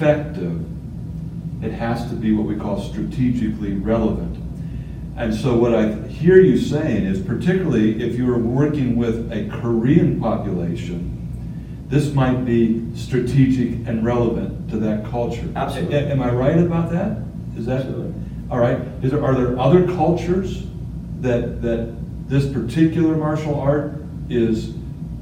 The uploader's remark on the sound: This episode was filmed LIVE at the 2019 REACHgathering